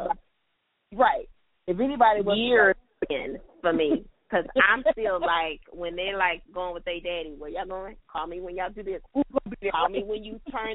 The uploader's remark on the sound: This episode was recorded over the phone due to busy mom schedules, this was our best options. If you hear a difference in sound quality, that is why : .